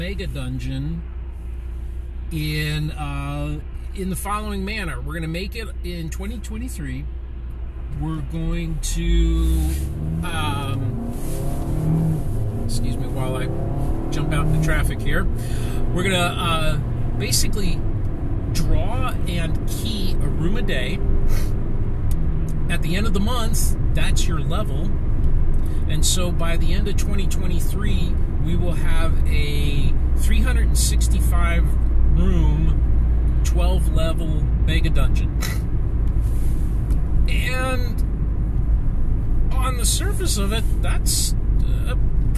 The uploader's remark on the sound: In a "commute episode", with the expected audio quality (or lack-thereof).